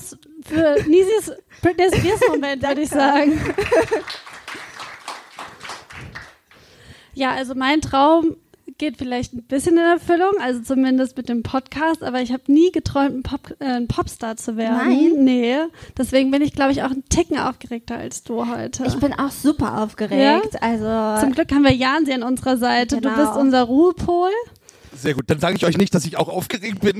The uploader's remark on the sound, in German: Im Rahmen des Cross Media Festivals des Jugendrotkreuzes. Zum ersten Mal vor dem wohl schönsten Publikum in schnuckeliger Atmosphäre. Einen Live-Podcast performt. Denn es wurden selbst verfasste Schriftstücke auf der Bühne verlesen und inbrünstig voller Emotionen gesungen.